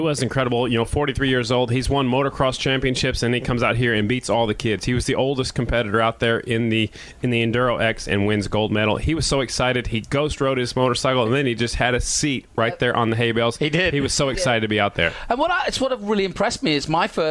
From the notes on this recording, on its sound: live from Circuit of The Americas